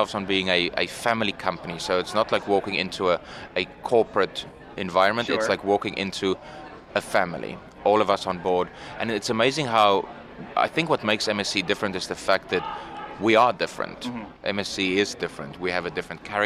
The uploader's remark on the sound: MSC Divina On Location Broadcast